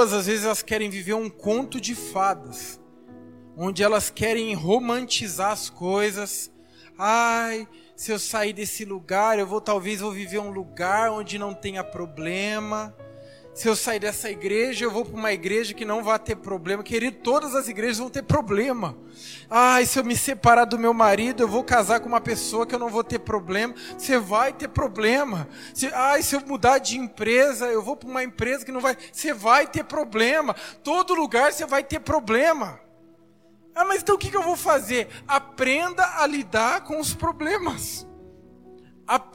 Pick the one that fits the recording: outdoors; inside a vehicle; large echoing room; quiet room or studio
large echoing room